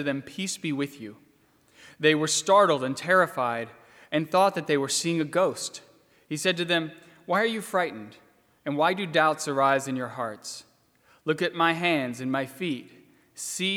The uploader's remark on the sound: during the 10:30 AM service on Sunday April 12, 2020, at First Presbyterian Church of Arlington Heights, Illinois.